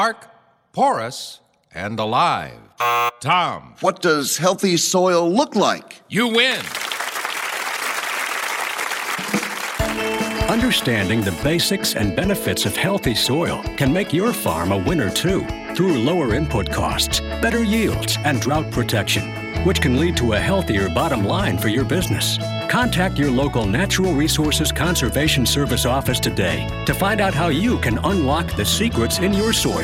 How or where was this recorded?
busy venue